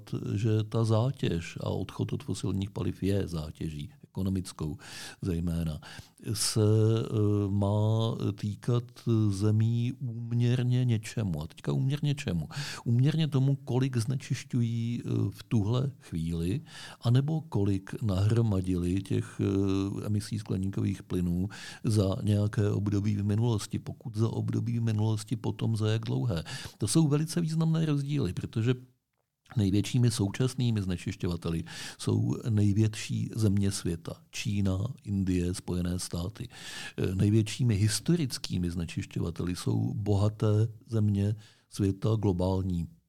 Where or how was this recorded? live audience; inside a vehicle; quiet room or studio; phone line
quiet room or studio